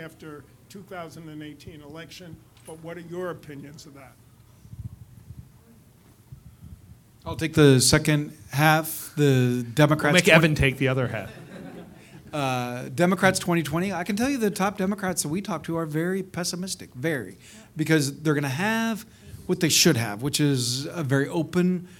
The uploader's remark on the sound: Recorded on May 2, 2018 before a live audience at New York's 92nd Street Y.